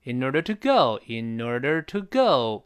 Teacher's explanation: nornor。你看，你前鼻音那个 in 如果没读出来的话，这个连读就读不出来了啊。我们读一下这段音：in order to, in orderto。哎，在后面的 go 重读，in order togo，in order togo。因为这个 go 要重读往下降，得从高处才能往下降啊